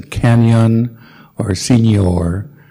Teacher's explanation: So we've got to insert a sort of Y after the N.